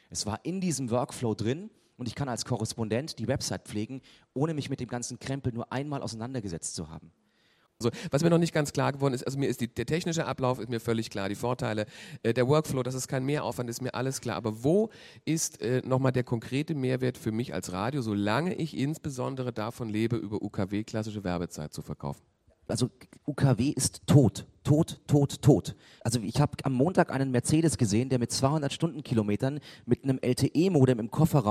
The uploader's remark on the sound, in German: mit einem Gastvortrag auf den Lokalrundfunktagen in Nürnberg 2011